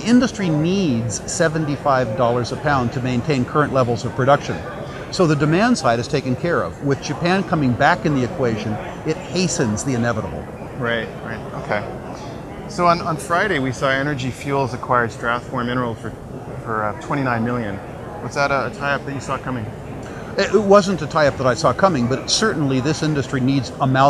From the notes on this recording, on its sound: at the the recent World Resource Investment Conference